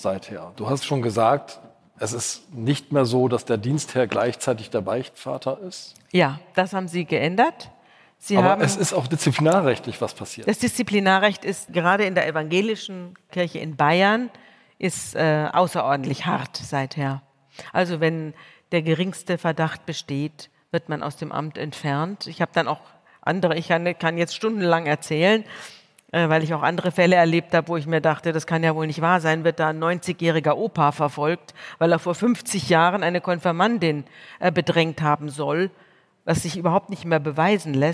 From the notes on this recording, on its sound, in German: im Live-Podcast der Langen Nacht der ZEIT